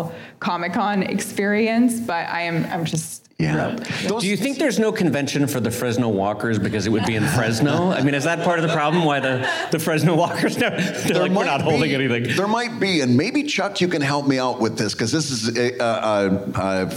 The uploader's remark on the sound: LIVE from the Reuben Awards. At the Farewell Brunch, closing out the National Cartoonist Society's Reuben Awards events.